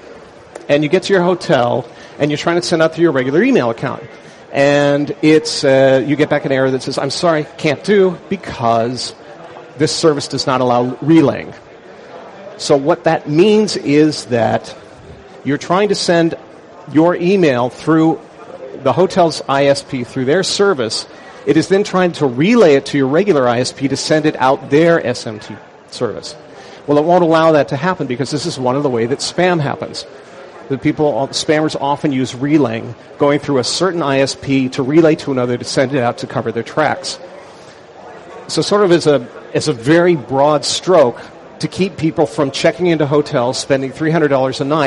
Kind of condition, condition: setting, busy venue